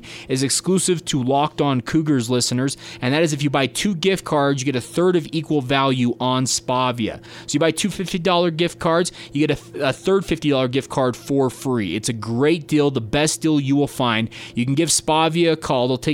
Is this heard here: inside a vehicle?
no